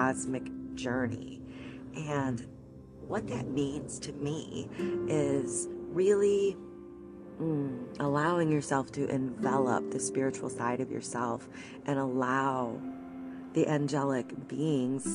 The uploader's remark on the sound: This episode was recorded while I was driving to an appointment. Pardon the background noises, but the message is clear.